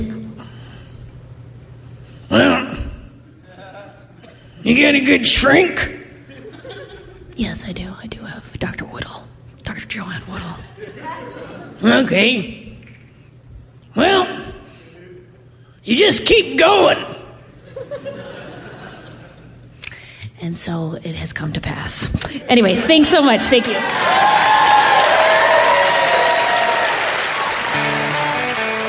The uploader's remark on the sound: Live From Portland!